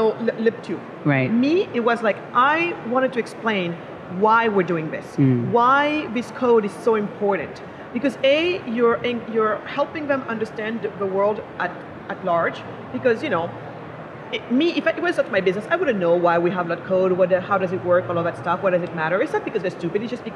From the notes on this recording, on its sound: live from Consensus 2023 in Austin, Texas